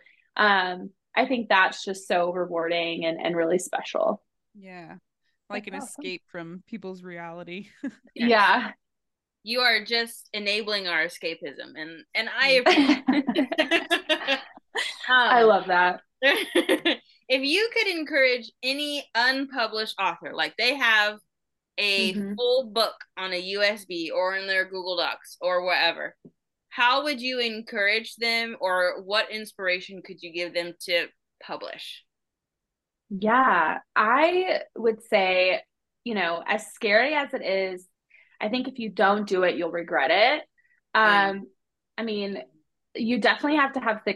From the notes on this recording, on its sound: We got the amazing privilege to host a Zoom meeting interview with upcoming author.